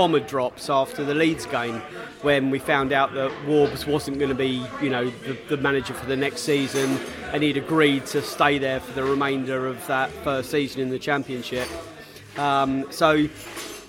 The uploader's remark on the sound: QPR v Brentford pre-match podcast from the pub.